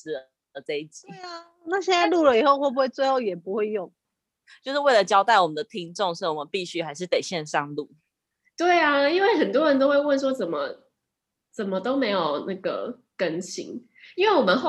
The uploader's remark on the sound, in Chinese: 久違的遠端錄音